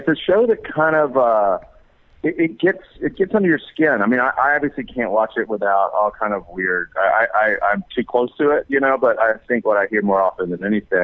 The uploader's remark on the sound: called in to talk